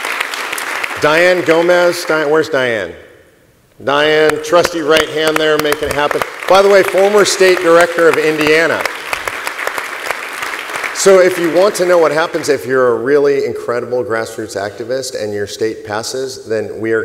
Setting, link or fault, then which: setting, busy venue